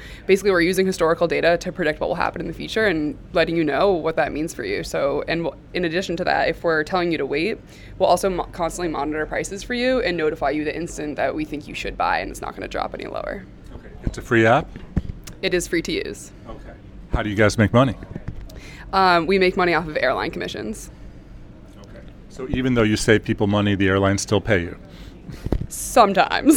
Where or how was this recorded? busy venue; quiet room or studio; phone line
busy venue